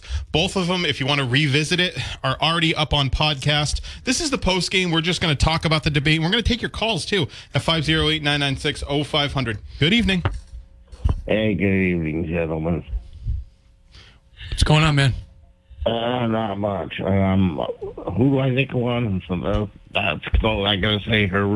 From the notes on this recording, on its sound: Take calls from the audience.